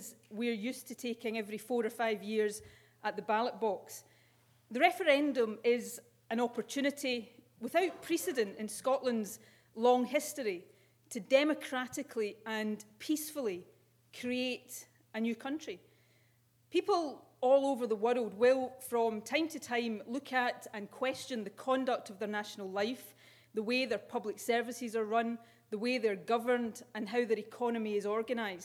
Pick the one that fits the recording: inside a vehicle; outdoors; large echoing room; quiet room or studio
large echoing room